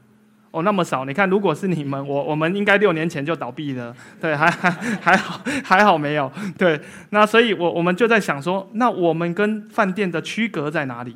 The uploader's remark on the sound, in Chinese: 一席现场